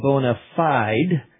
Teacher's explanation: We say bona fide with the E silent and the I long on the second word.